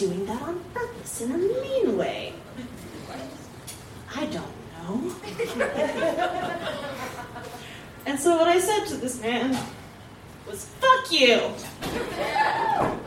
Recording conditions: live audience